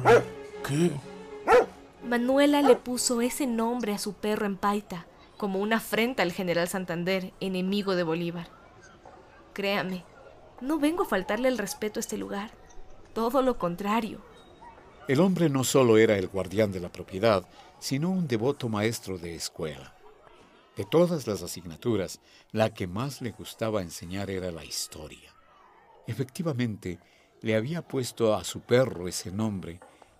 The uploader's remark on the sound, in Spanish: De fondo escucha el sonido del vapor de una locomotora.